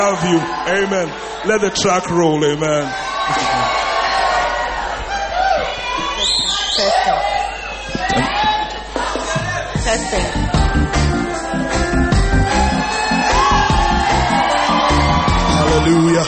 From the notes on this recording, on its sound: Live Concert at the Wisdom Impartation Service